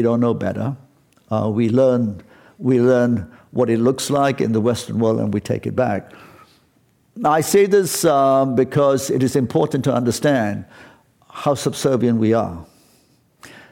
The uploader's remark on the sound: This program was recorded in front of a live audience at The Commonwealth Club in San Francisco on March 15th, 2019.